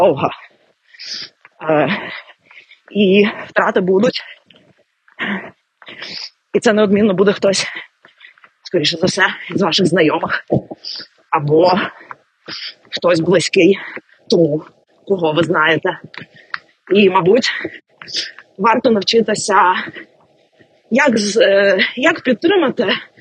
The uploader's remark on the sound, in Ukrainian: Цей епізод трохи експериментальний, бо записувався буквально «на бігу».